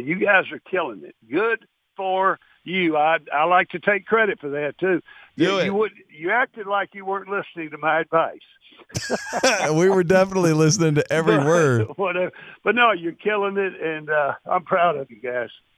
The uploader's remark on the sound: called